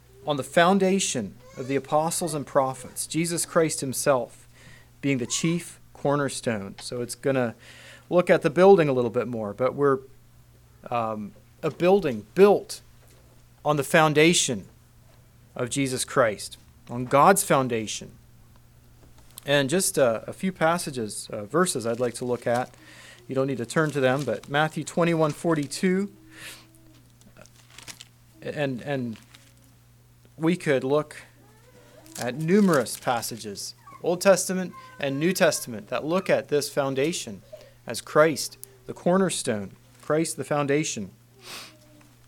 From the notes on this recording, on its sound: Message preached at Word of Hope on November 26, 2023